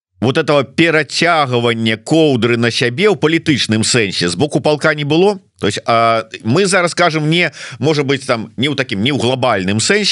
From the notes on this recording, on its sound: ZOOM. By Euroradio.